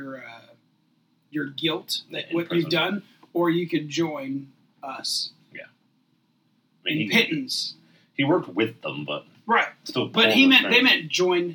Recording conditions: poor sound quality